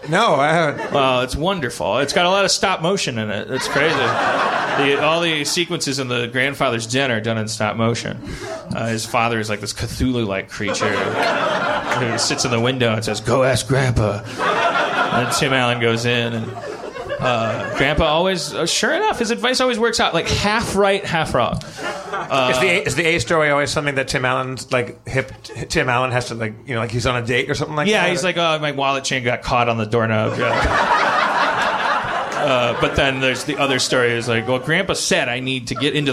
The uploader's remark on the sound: The room is packed with Communicon fans